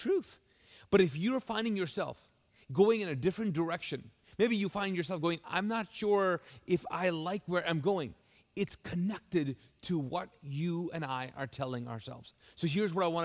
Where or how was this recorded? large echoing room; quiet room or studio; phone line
large echoing room